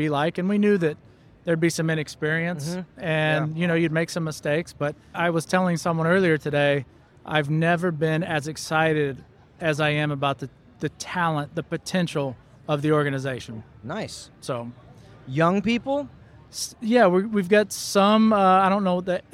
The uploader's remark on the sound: LIVE from the Trade Show Floor at ExhibitorLIVE.